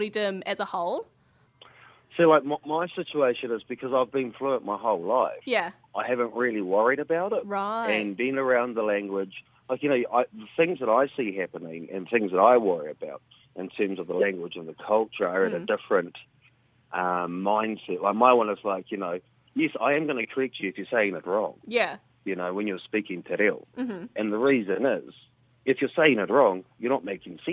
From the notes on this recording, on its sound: we are joined over the phone